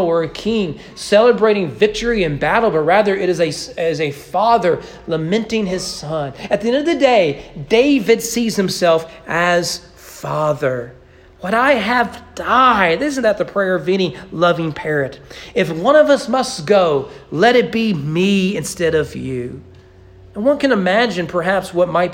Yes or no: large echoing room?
yes